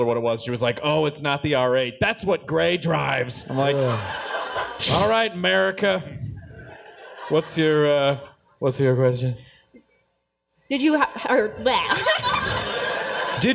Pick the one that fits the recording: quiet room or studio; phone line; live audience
live audience